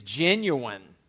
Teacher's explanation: Two pronunciations of this word with sharp social contrast between them. The usual educated pronunciation is genuine, with the final syllable unstressed. Among some less educated speakers, genuine is commonly pronounced as genuine, with a secondary stress on the final syllable.